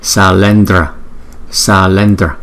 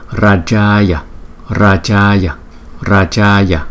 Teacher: chữ A có dấu gạch ngang trên đầu chúng ta cũng đọc kéo dài hơn so với chữ A bình thường là gấp đôi. Cái thời lượng của nó là gấp đôi.